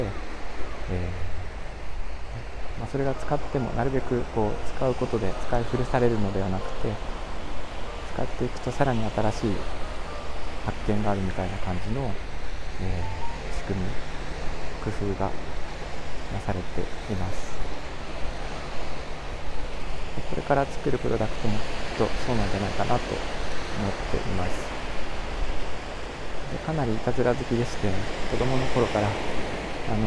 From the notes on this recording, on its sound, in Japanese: 収録が海に近すぎました。聴きづらくてすみません。